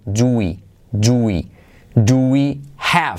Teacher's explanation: Salto la H de have